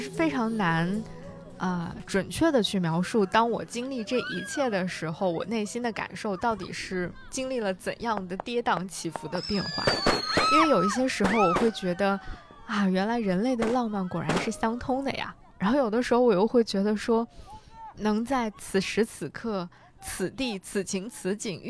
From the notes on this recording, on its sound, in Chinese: 在沙漠里帮忙录音